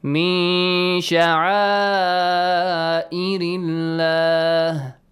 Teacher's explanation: Hamza is in the same word. So mad is wajib, 6 counts.